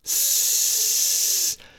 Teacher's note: beim S ist der Verschluss nur ganz leicht geöffnet, so dass es ein Geräusch ergibt.